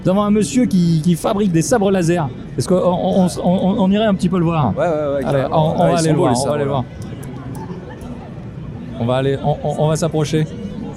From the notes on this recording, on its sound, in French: un épisode en mode live avec une couverture de la Geek expo en Avignon